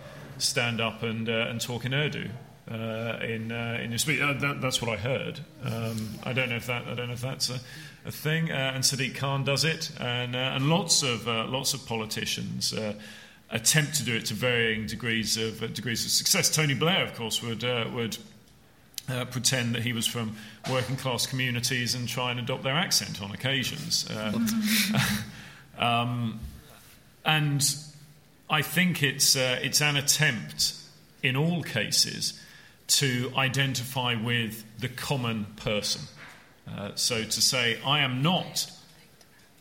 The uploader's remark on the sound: That was the question facing the panel for our CapX live debate at the Tory conference in Manchester.